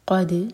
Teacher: قاف ہیوی اور دال پر قلقلہ، اور دال پر زور نہیں دینا، بس ٹچ کرنا ہے